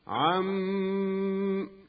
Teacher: وإذا أردنا الوقف على كلمة عم كان الوقف بالتشديد مع بقاء الغنة